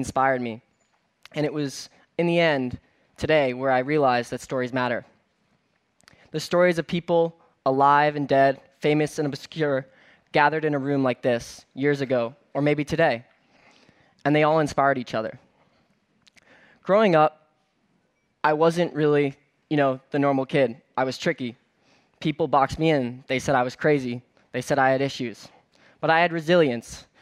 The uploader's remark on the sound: on stage at #BoFVOICES